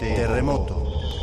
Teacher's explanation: Y en terremoto hay algo parecido, porque es una palabra fuerte, con sonidos vibrantes, como son las R's, con sonidos dentales fuertes, como es la T, y con una vocal repetida, que es la vocal O, que es una vocal de una cierta oscuridad